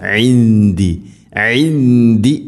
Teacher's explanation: ഇൻദി ഇഖ്ഫാം ബിഗുന്ന അവ്യക്തമാക്കി മണിക്കണം